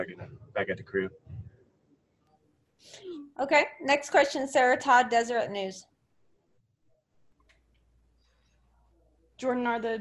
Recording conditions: video call